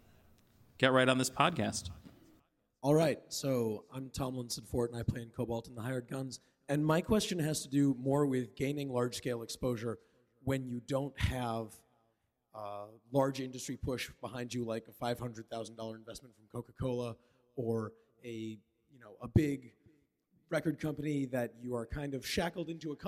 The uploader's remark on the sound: In a live podcast panel recorded in September at Rockit Bar & Grill.